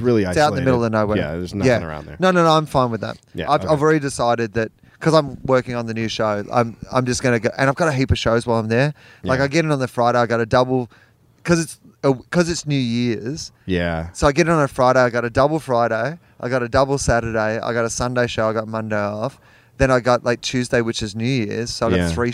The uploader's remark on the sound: On the roof. The sweet sounds of LA at night.